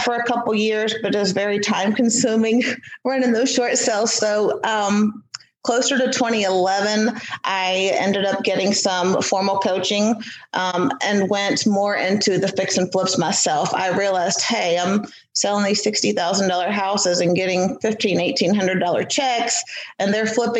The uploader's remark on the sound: This is a Zoom interview & the quality is okay.